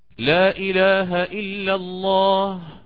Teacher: يقرأه بالقصر، نتكلم الآن بصفة عامة لا يخص الأمر قالون فقط، فيقرأ المد المنفصل بالقصر